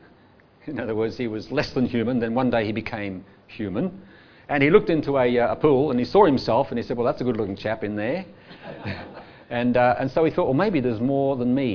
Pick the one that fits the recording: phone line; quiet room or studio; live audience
live audience